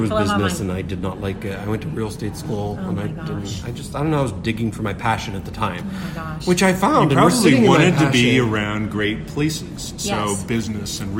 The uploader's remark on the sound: LIVE from the Columbus Museum of Art. Columbus Museum Of Art Live.